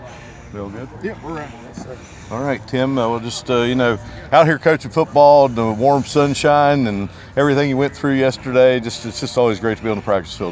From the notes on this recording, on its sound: live from The Union Pub and Grill